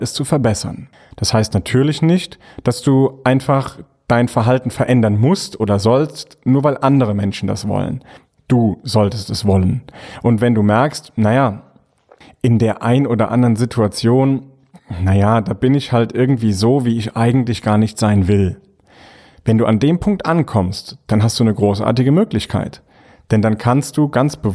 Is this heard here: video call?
no